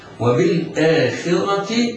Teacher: لام قمرية حكمها الإظهار القمري لوقوع الهمزة بعدها